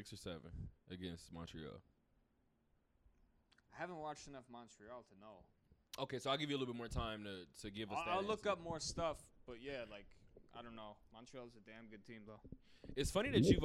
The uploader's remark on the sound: Talk that Talk Radio Show Live from Westgate.